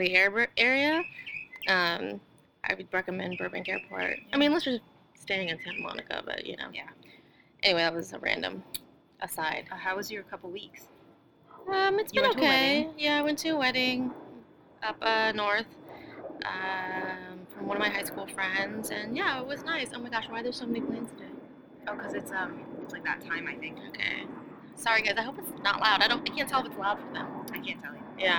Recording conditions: sounds in the background